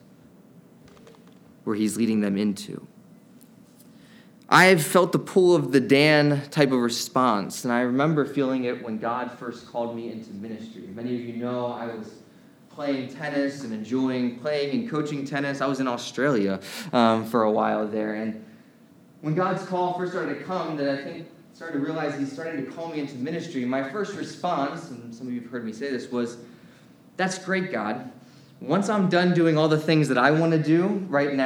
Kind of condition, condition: setting, large echoing room